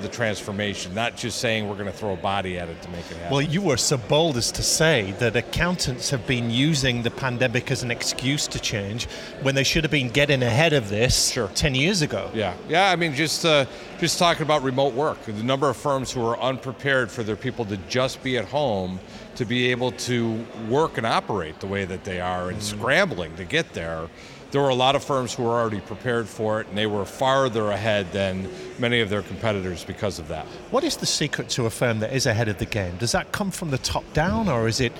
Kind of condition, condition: setting, busy venue